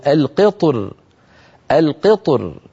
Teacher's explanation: كما ذكرت في مصر بعض العرب كان يفخم الراء مراعاة لحرف الاستعلاء الملاصق للراء فيقول القطر، وبعض العرب كان يرققها من أجل الكسرة التي قبل الطاء فيقول القطر القطر.